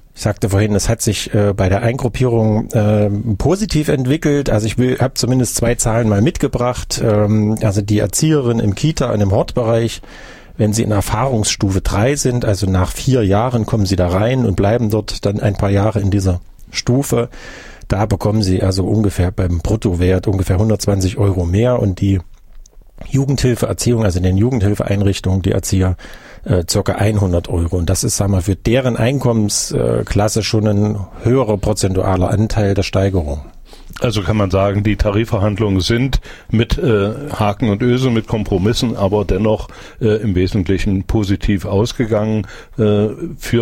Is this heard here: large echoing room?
no